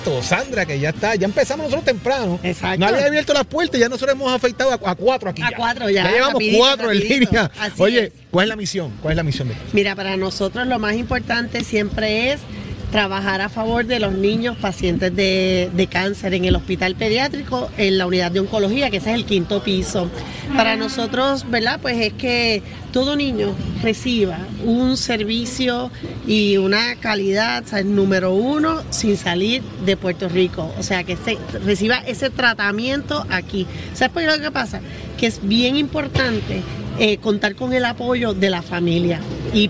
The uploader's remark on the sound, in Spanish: Hoy en directo desde el Coca Cola Music Hall.